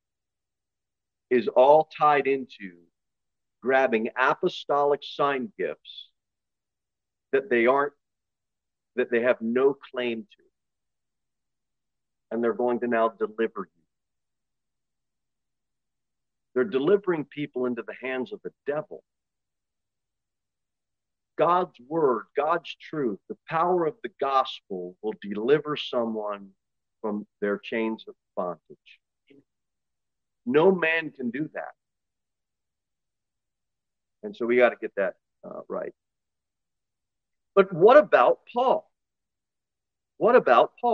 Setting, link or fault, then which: setting, large echoing room